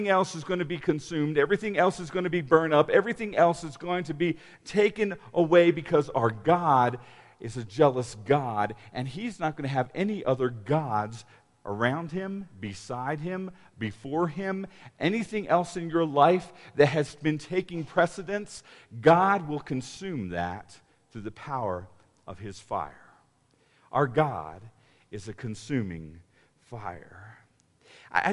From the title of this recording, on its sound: Woodland Life Church Live - 2021/05/16 (15) - Audio